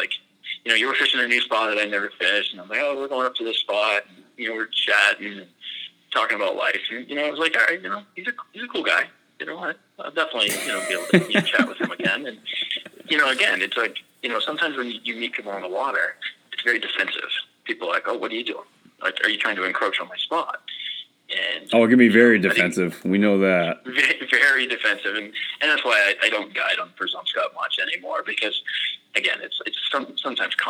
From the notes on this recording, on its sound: Due to COVID, this was the first interview that I've done over the phone and not in person, and needless to say the sound quality came out very good.